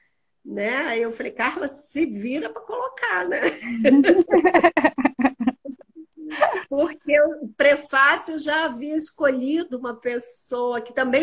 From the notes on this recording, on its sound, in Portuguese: Áudio da Live feita no Instagram